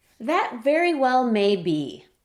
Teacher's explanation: Y también el hecho de que le estamos dando énfasis tanto al may como al be.